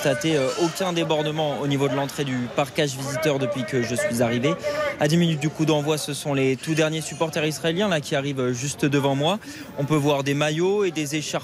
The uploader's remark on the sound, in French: en direct du Parc des Princes